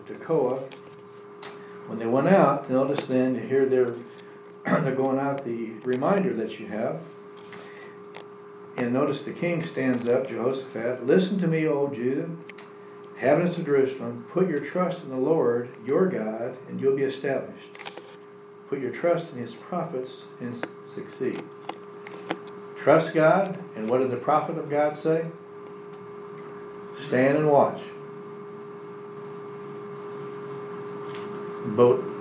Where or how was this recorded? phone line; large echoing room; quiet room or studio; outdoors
large echoing room